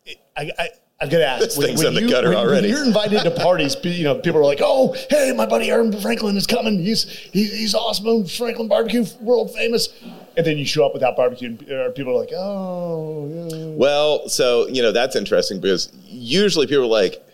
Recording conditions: live audience